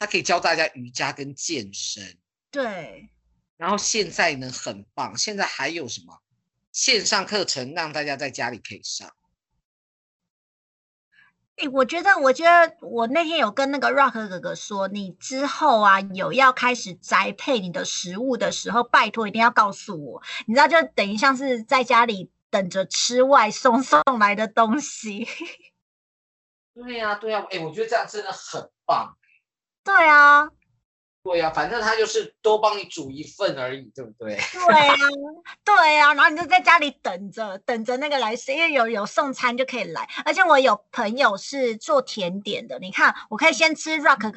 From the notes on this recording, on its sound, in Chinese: 這集節目是在2021年台灣新冠肺炎最嚴重，全國三級警戒的時候錄製的。用skype錄製，聲音還行。在線上對談。